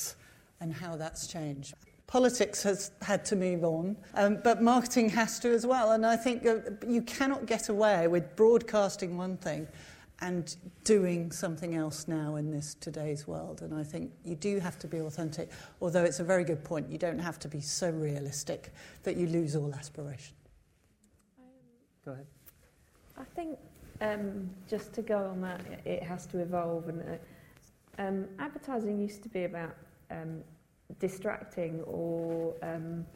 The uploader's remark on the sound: Recorded live at Saïd Business School (Oxford University), a panel of experts.